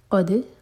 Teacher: قاف ہیوی دال پر قلقلہ